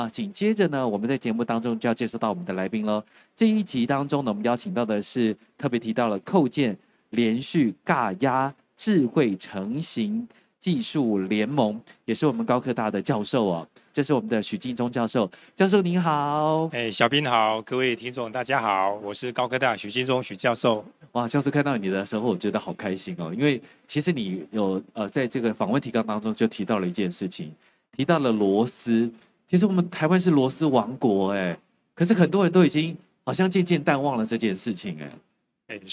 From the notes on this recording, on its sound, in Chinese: 本集節目於2023年台灣國際扣件展（FASTENER TAIWAN 2023）5月3日至5月5日在高雄展覽館現場錄製。